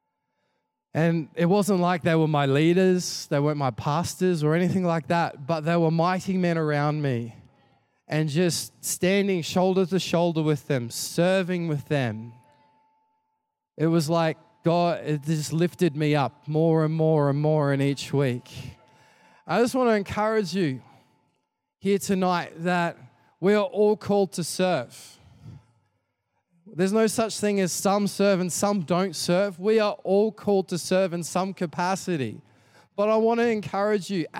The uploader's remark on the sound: Recorded during our 5pm service on Sunday